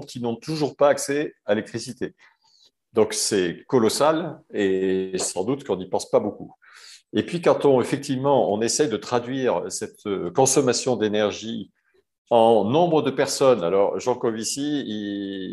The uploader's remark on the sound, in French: 21 janvier 2022 en visio.